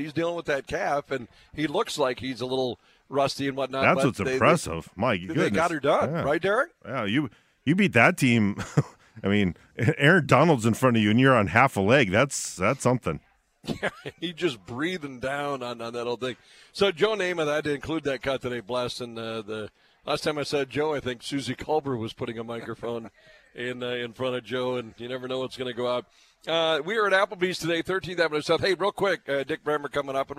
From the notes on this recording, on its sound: Live from Applebee's on 13th.